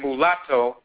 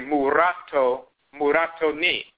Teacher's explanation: the L is changed to a rolling R · Shown in: second take · Because the tongue taps the roof of the mouth once, when you pronounce a rolling R, ra, and the same thing with the L, la, the tip of the tongue taps the roof of the mouth, it's interchangeable.